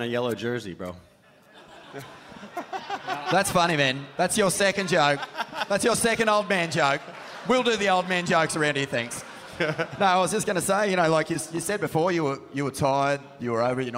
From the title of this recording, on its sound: Live at Beer Farm Margaret River